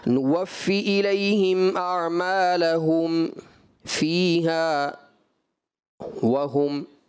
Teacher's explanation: اعمالہم چونکہ ذمہ ہے ذمہ میں ہونٹ گول ہوتے ہیں، آپ کے ہونٹ گول نہیں ہو رہے تھے آپ اس طرح پڑھ رہے تھے.